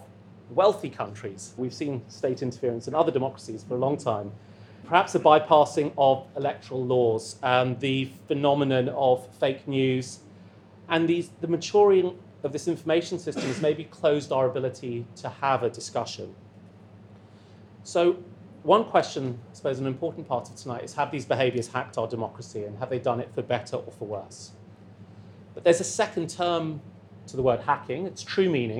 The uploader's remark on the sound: A recording of an Exponential View salon held in London in May 2017.